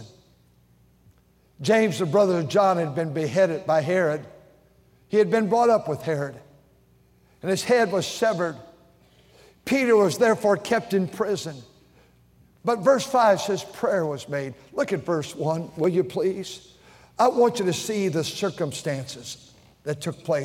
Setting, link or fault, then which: setting, large echoing room